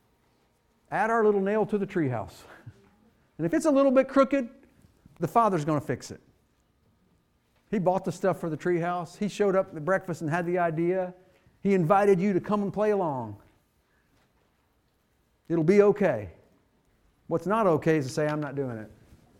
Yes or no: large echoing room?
yes